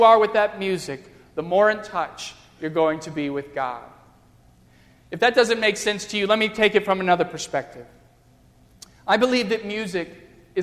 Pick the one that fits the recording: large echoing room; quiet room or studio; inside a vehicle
large echoing room